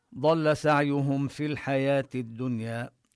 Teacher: ضل ننتبه كذلك لحرف الضاد من مخرجه سعيهم، ننتبه لضم الهاء ضما كاملا، سعيهم في، وهنا الميم حكمها الإظهار، يقول واحذر لدى واو وفاء أن تختفي، لأن الميم قريبة من الفاء من حيث المخرج، الميم من الشفتين، أما الفاء فمن بطن الشفة السفلى وطرف الثنايا العليا. ضل سعيهم في الحياة الدنيا، في الحياة كذلك هنا لا نمد في إذا وصلنا، أما إذا وقفنا، إذا وقف الإنسان يعني للضرورة، ضل سعيهم في، بالوقف تمد، أما بالوصل يسقط المد منعا من التقاء الساكنين.